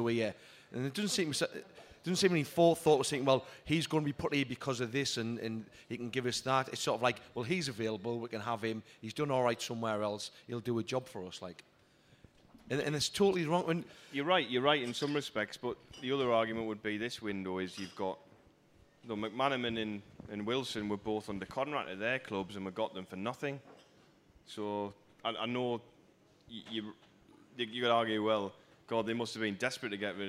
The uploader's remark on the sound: Live at Southwark Brewery! We'd like to thank all of the people that came out to see us.